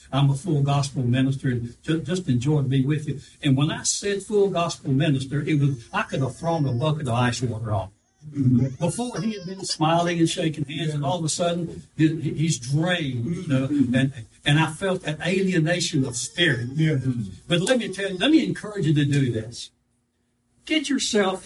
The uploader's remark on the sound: live service